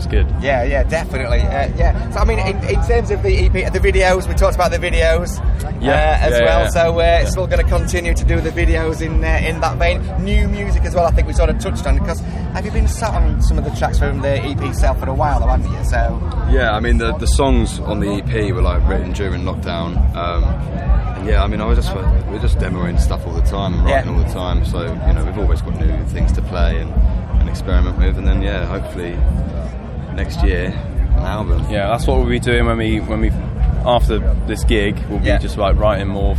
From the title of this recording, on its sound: TURS All Talk at Bloodstock 2022